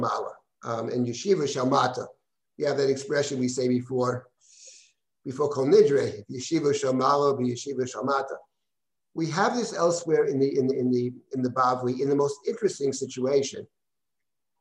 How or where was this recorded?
video call